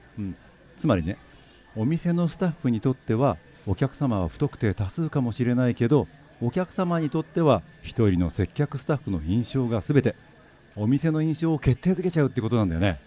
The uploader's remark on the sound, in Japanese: 5/13に都内で公開収録を開催し、リスナーにもラジオドラマに参加いただきました。